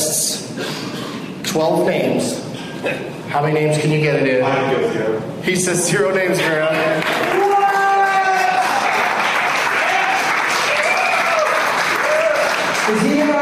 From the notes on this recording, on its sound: audience members at The Improv in Pittsburgh, PA